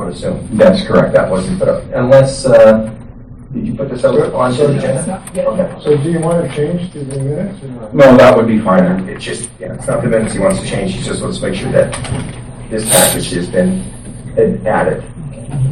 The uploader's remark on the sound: Audio recording of the February 13, 2017 Regular Meeting of Peace River's Town Council